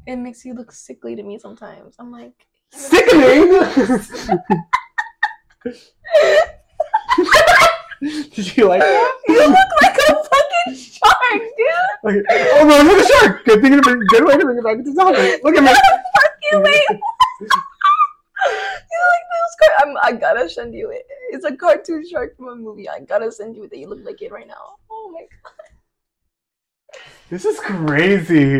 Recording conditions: poor sound quality